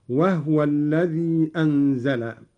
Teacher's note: قرأ قالون بإسكان الهاء هكذا